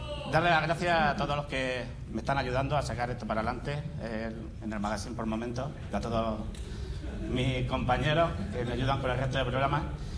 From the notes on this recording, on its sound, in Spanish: Un episodio pódcast grabado en sonido binaural, por las calles de Madrid, de camino a las Jornadas de Podcasting de España.